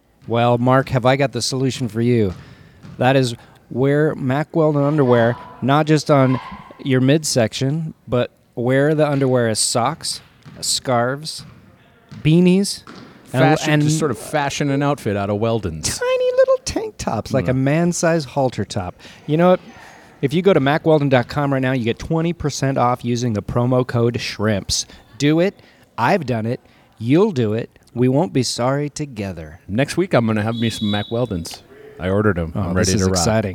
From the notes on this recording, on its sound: at North Weddington Auditorium